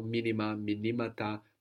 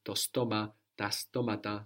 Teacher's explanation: with these shorter nouns like stoma, chroma, we don't need to move the accent when we add on that ta for the plural · Shown in: second take